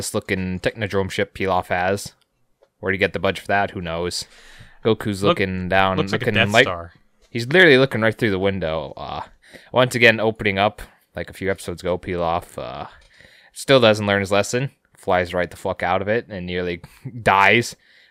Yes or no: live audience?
no